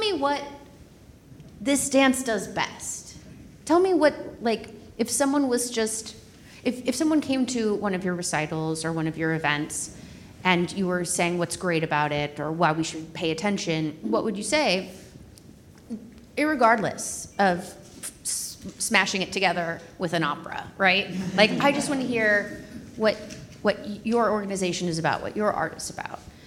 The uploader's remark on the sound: Recorded Live in Partnership with Austin Opera. Recorded in front of a live audience.